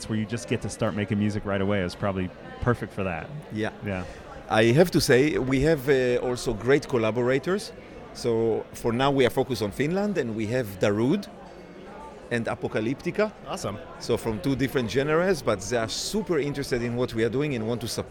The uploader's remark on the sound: Music Tectonics is at Midem! Recording interviews with Midemlab competitors and international music tech superstars, on the spot in Cannes.